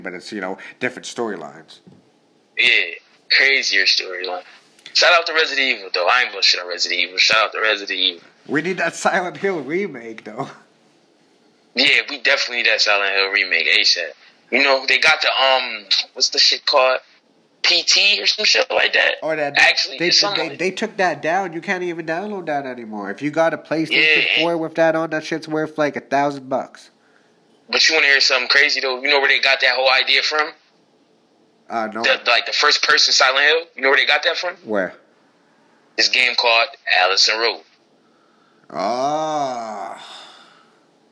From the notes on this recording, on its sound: called into the show to tell his story